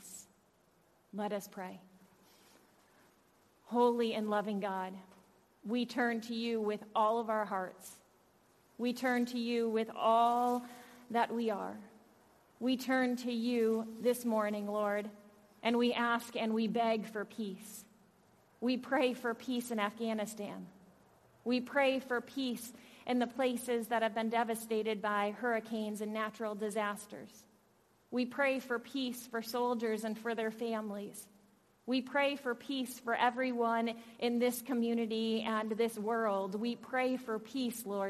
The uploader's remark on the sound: Audio from worship on September 5th with Praise Band. Zion United Church of Christ.